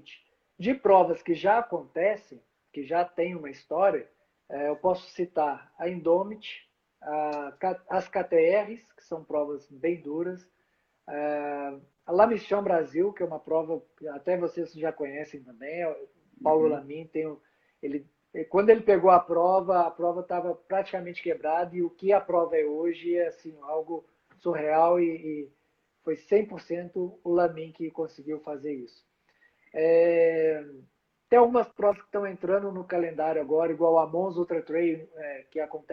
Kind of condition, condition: link, video call